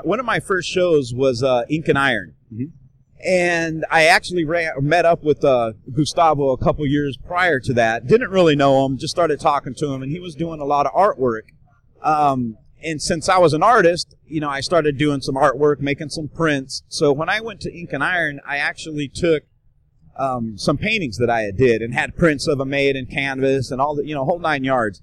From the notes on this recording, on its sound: joins me from Musink Tattoo festival